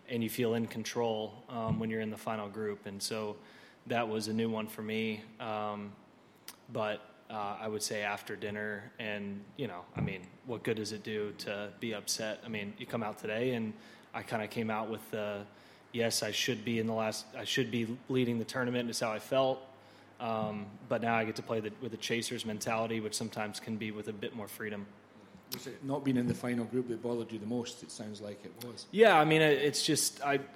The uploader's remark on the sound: broadcasts live from the 149th Open Championship